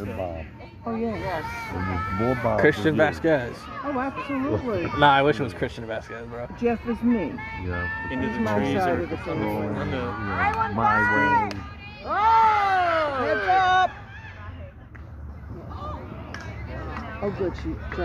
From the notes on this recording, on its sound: This was recorded at my sister's softball game, on her birthday. Unedited, unfiltered.